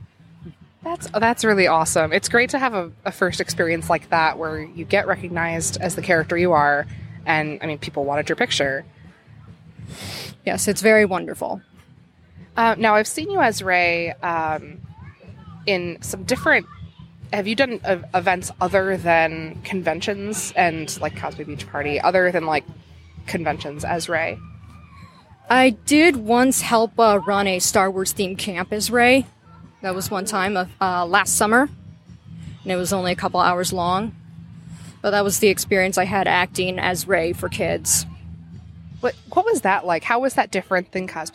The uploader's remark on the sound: Live at Cosplay Beach Party